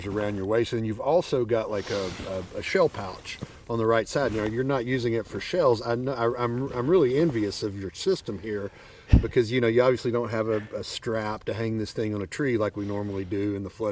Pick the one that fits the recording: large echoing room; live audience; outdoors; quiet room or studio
outdoors